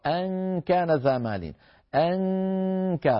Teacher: الكاف أنكى مسدود لكن مرقق